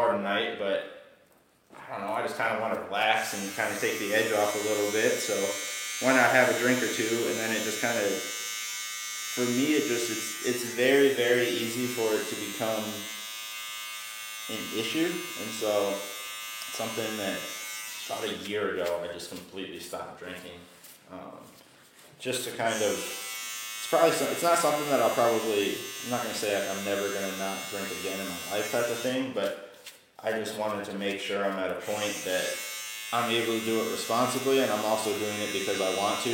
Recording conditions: busy venue